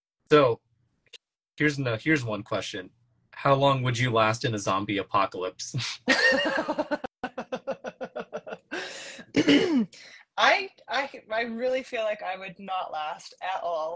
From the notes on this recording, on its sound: This episode was filmed in September 2023, on IG Live.